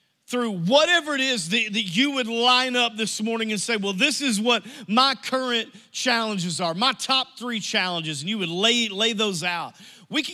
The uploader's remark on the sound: Message Audio from New Life Church - Searcy, AR